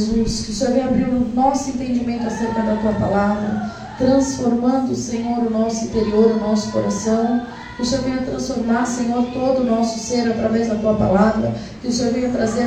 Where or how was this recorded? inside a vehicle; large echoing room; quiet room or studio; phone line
large echoing room